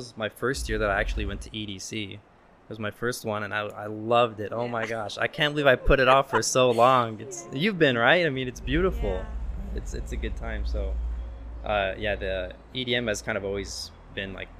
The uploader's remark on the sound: We recorded this episode at Jackpot Bar & Grill in the heart of Las Vegas